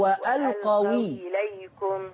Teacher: هشيل الهمزة واخد الكسرة بتاعت الهمزة حطها على الواو فتبقى الواو مكسورة فتبقى وألقوي إليكم. · Term: نقص